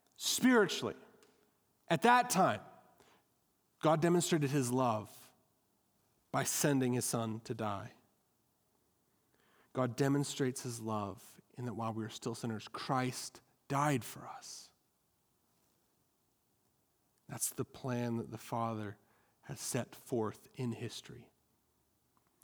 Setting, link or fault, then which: setting, large echoing room